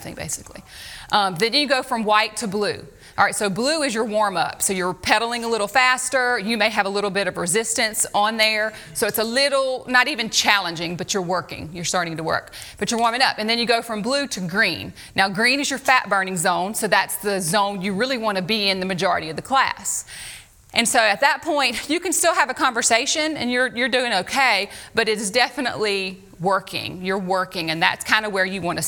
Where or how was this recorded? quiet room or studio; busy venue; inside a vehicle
busy venue